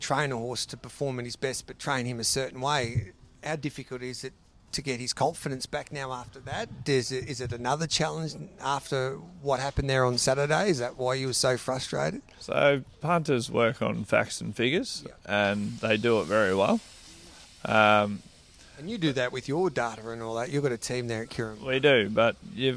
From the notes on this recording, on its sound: live from Caulfield track gallops